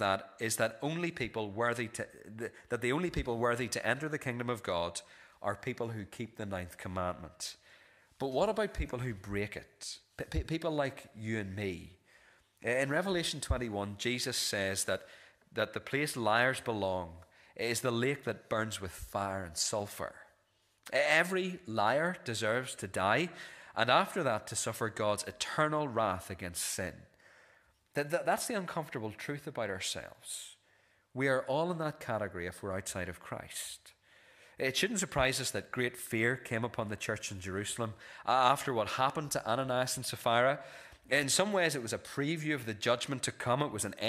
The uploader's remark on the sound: This is the recording of the Bible reading and sermon from our evening service on Sunday 25th February 2024.